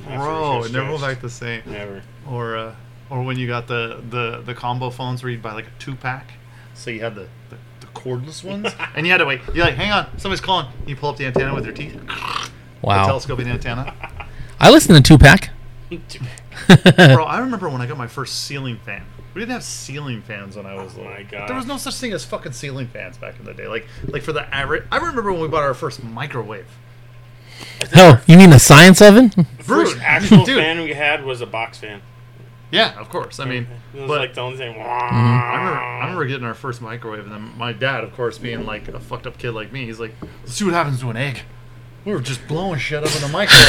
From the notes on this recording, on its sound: working through some sound issues and not one, but 2 busted mics!